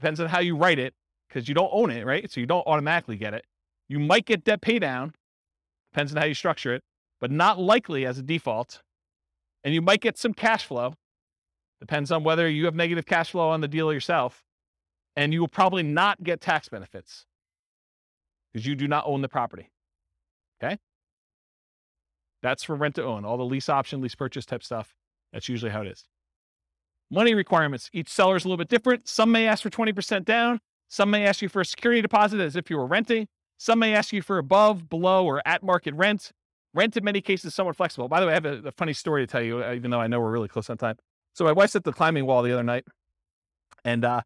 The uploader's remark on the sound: Real estate entrepreneurs in Greeley, Colorado. This was a live class recorded.